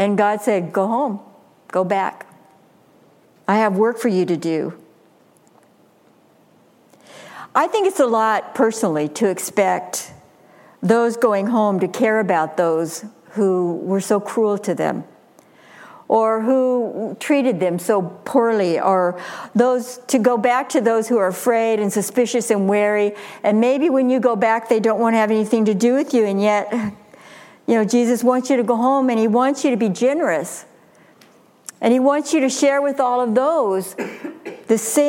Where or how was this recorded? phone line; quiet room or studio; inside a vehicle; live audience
live audience